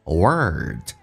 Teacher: 重度卷舌，整个舌身往回卷